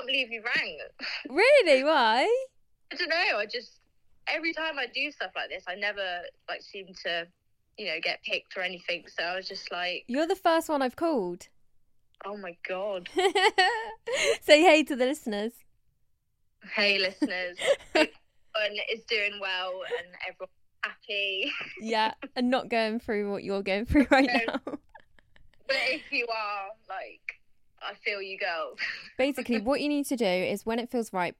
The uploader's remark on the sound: I finally got to talk to you guys on the phone!